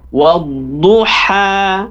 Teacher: Kemudian dibuka mulutnya. Kemudian huruf do tepi lidah ke atas, ke gigi kiri kanan, ya gigi. Wadduha.